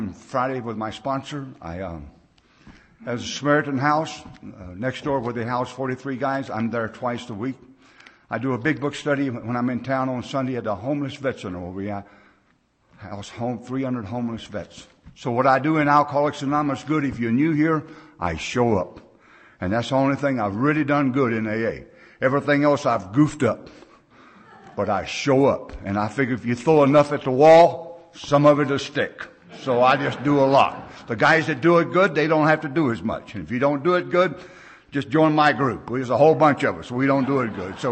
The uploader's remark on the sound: speaking at the XV Beartooth Mountain Conference in Big Timber MT in June of 2007